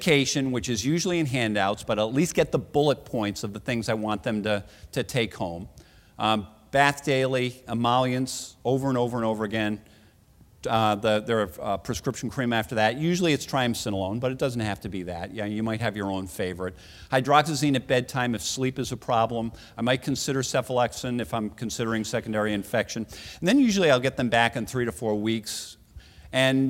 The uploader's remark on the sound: Recorded at the 2013 Summer SDPA Conference in St.